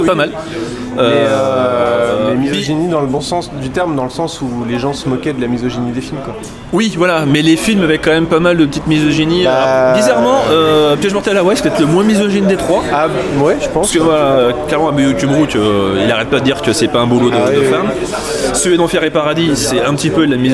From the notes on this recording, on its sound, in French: Un debrief enregistré au petit matin devant le Grand Rex